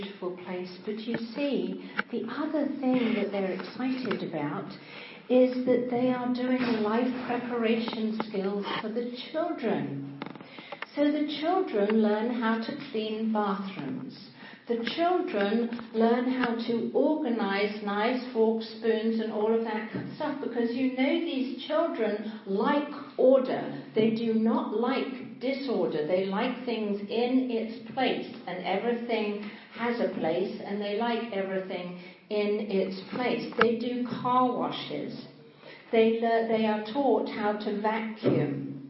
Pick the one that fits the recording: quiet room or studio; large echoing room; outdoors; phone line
large echoing room